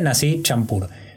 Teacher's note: la C suena como una Che, pero más suave.